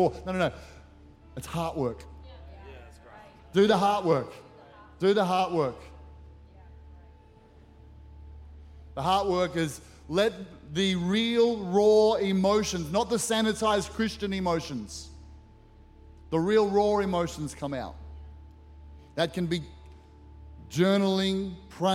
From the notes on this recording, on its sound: Recorded during our 9am service on Sunday, the 8th of October 2023.